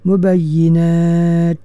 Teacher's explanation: Kita waqaf pada huruf ta tu dengan menzahirkan sifat hamas dia